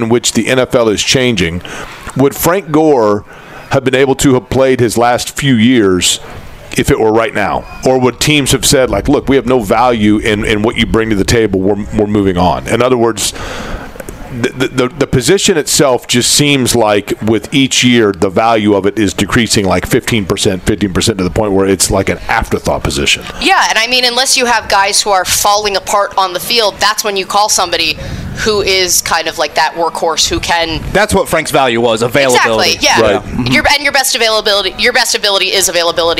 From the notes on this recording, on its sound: Live at The Drama Club aka Colts Camp! LIVE FROM COLTS CAMP!